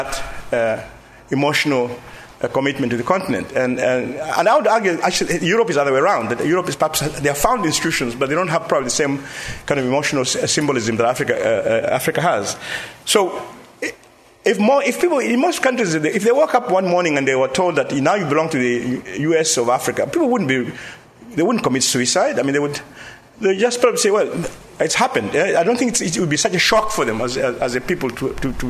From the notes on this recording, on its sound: An audio recording of the proceedings of the LSE Cape Town Conference 2014 Africa in the World, The World in Africa